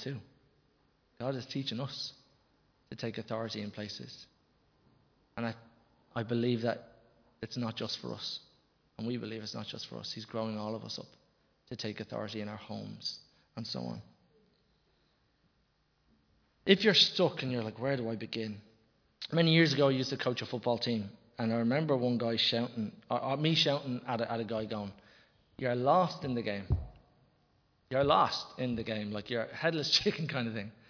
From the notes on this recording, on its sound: Recorded live in Liberty Church on 10 October 2021